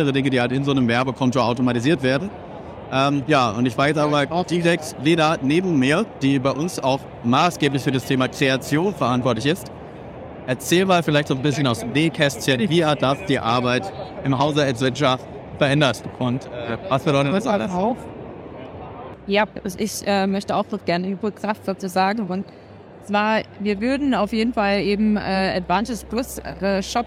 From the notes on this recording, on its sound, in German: Live Podcast von der OMR2023. In unserer Guided Tour über das Festival.